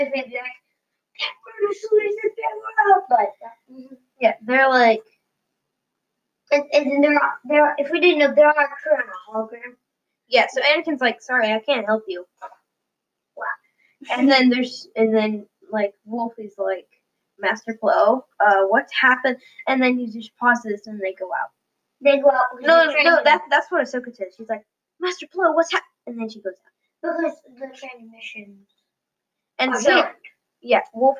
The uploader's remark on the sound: technical difficulties while trying to record a podcast